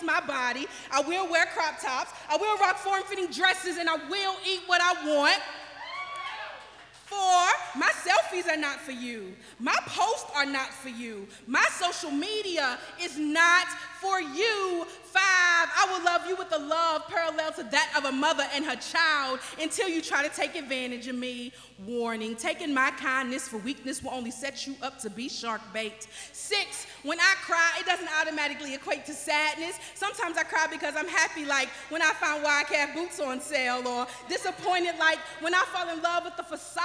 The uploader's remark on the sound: This was a live recording. At yellow Cab Tavern, 700 E. 4th St.